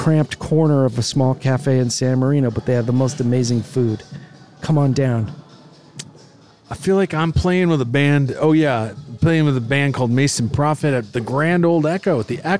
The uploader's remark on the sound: They walk a local mall and rate its retail flair, culinary offerings, and audio recording policy violation response time.